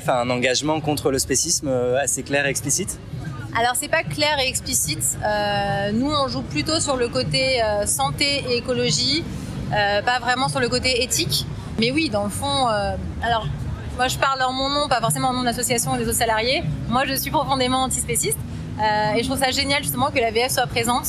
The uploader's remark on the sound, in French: Reportage à la Marche contre le spécisme à Paris